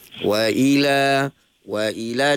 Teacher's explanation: Wa di bibir mulut dan hamzah di pangkal halkum